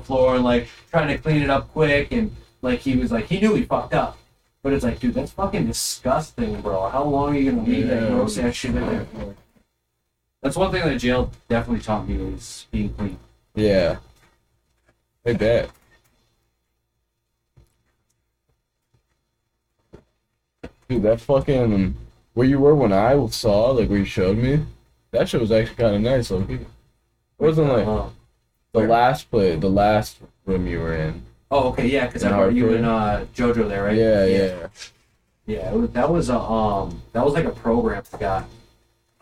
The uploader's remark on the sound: Sorry for the lacking audio quality it was a last second thing.